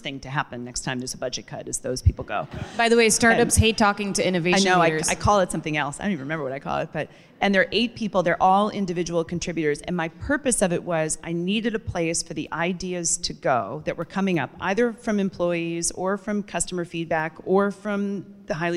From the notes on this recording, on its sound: Recorded live at the 2019 Pros & Content Conference.